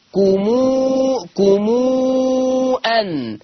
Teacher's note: صلة ميم الجمع بمقدار الإشباع 6 حركات